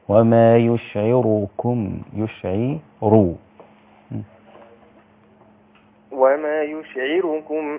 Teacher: خلي الراء مفخمة عشان ما تبقاش راء ورشية. إن ورش ما بيعتمدش حركة الراء والراء قبلها عين مكسورة تبقى يشعر رو، لكن هي عند حفص وما يشعركم يشعروا وما يشعركم أنها.